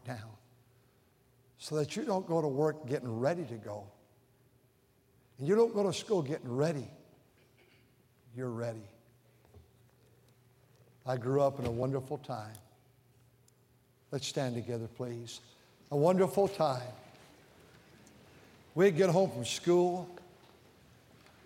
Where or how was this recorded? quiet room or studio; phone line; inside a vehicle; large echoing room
large echoing room